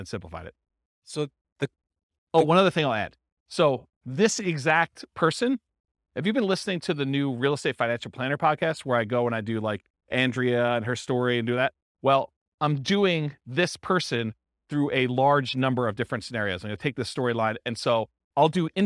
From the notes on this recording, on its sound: This was a live class recorded